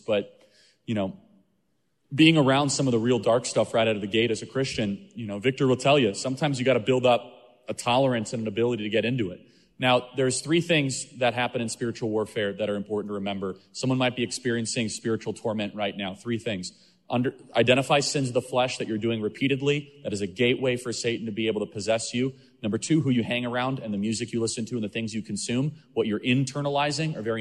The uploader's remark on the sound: Q&A session with the Freedom Night audience at Dream City Church